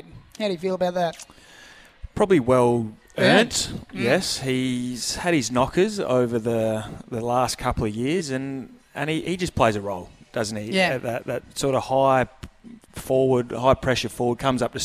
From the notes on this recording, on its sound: live from Harbour Town